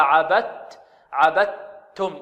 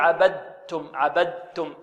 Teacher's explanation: دال، عبدتم، وجاءت بعدها تاء فأدغمت الدال في ماذا؟ في التاء، أدغمت الدال في التاء، يعني الدال دخلت في التاء، يعني قلبنا الدال تاء وأدغمناها ماذا؟ في التاء · Shown in: first take · فهكذا نقرأها عبدت عبدتم، ولا نقول عبدتم.